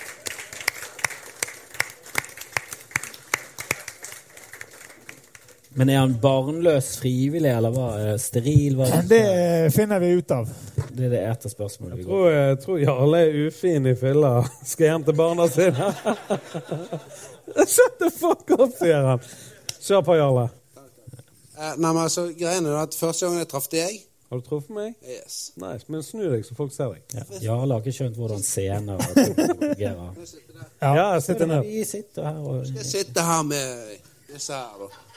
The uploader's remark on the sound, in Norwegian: Pappapanelet var LIVE på Ole Bull Scene i juni. Vi fikk spørsmål fra publikum.